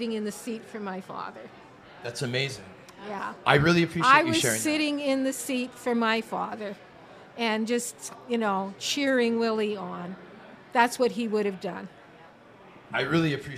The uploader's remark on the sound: Live taping at The Locker Room Studio in Bottomline Sports Bar.